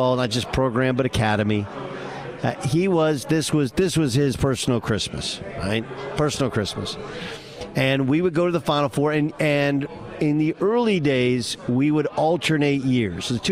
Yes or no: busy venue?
yes